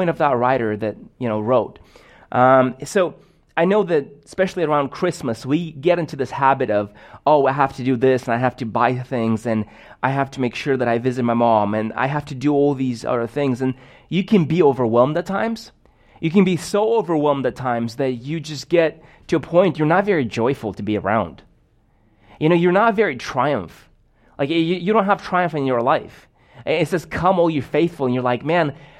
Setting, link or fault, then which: setting, large echoing room